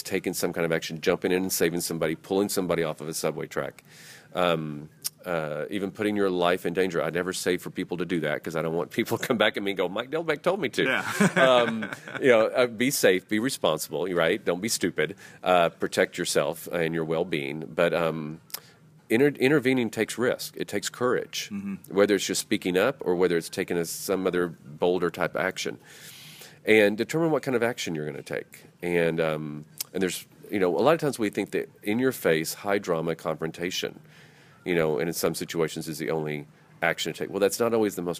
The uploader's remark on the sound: Live at The Ohio State University